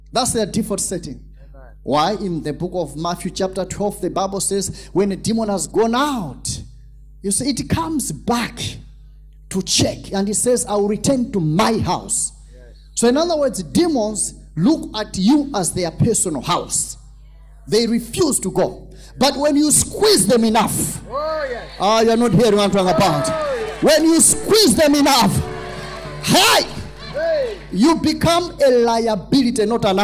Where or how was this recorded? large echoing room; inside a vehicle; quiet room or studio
large echoing room